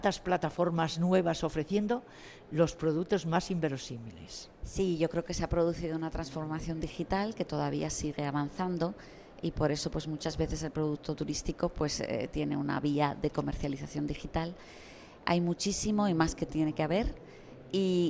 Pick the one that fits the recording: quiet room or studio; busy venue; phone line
busy venue